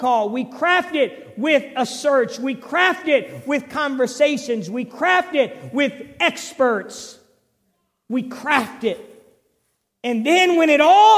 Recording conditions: large echoing room